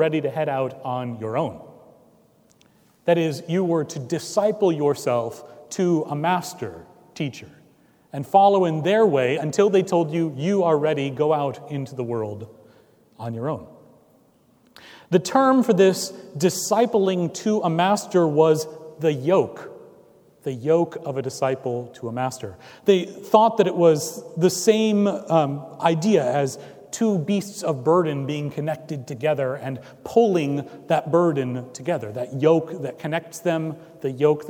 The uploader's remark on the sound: Recorded on July 9, 2017 at Trinity Presbyterian Church in Bixby, Oklahoma